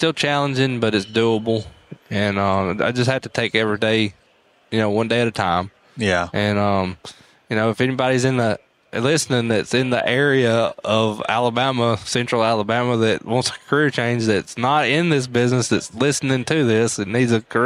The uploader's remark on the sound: This was the first episode from Synkd LIVE in Atlanta, recorded from Pod-Row.